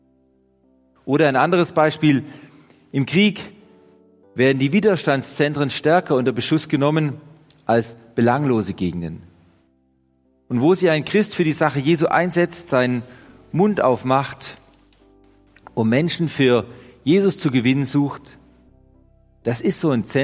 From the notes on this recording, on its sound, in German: Die Predigt aus dem Gottesdienst. Evangelische Gesamtkirchengemeinde Marschalkenzimmer-Weiden.